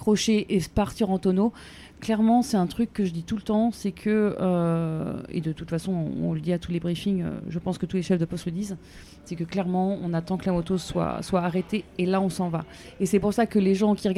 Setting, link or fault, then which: setting, busy venue